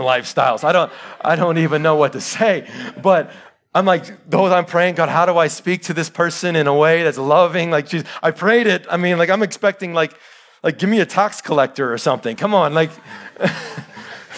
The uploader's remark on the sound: Live sermon recorded 22-August-2021